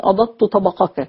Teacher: أضدت طبقك، أي صوت من هذه الأصوات يكون انفجاريا، بمعنى أن الهواء يعني يحتبس عند نقطة معينة يعني لا يمر ثم بعد ذلك يفتح الممر فجأة · Term: الأصوات الانفجارية